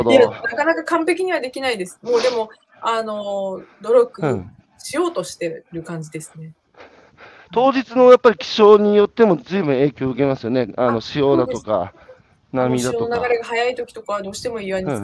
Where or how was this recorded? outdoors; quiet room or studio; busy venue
outdoors